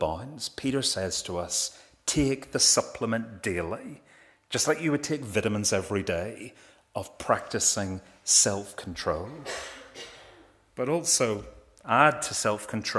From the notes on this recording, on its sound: This is the recording of the Bible reading and sermon from our evening service on Sunday 14th May 2023.